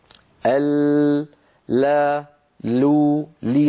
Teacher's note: يكون انحراف صوت اللام إلى جانبي طرف اللسان لاعتراض الطرف طريق اللام